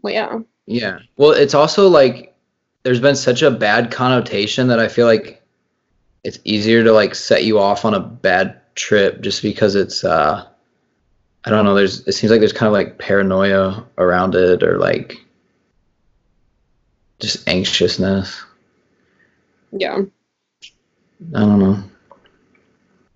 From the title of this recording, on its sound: Skype Session